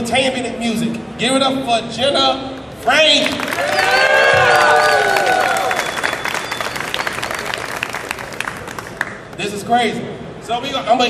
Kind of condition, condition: setting, live audience